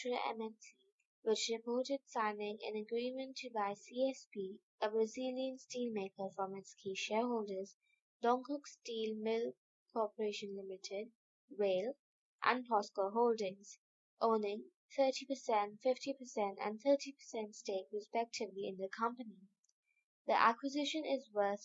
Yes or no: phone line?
no